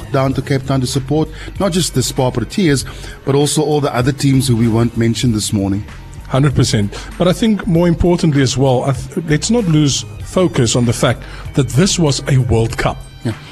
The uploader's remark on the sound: Live from Table Mountain Aerial Cableway